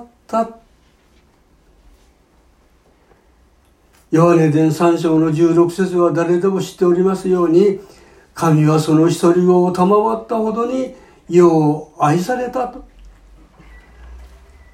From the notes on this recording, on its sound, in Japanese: 2019年12月15日吉備教会礼拝メッセージ録音です。途中までです、、。